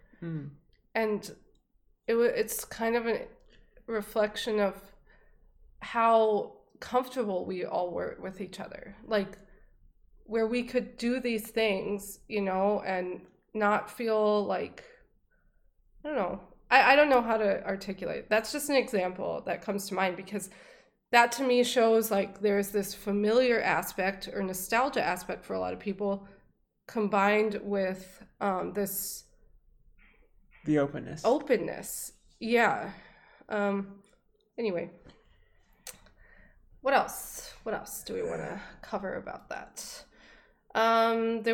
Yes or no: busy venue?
no